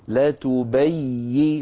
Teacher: فلا بد من بيان الياء المشددة مع عدم قطع صوتها